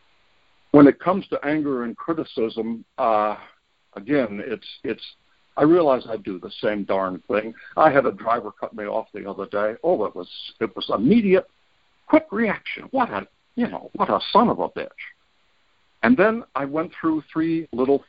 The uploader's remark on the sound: Monday Noon Phone Speaker Series